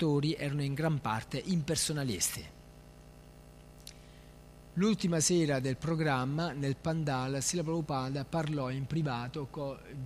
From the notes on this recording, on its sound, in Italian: in diretta dal Tempio di Villa Vrindavana